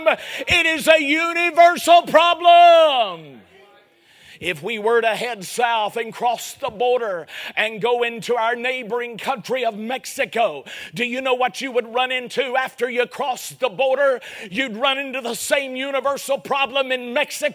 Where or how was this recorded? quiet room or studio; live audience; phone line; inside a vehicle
live audience